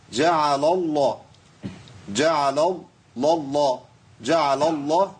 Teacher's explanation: خطأ منتشر جدا برضو وهو تفخيم اللام المرققة إذا التقت بلام اسم الجلالة المفخمة. أقول جعل الله جعل الله جعل الله ما ينفعش.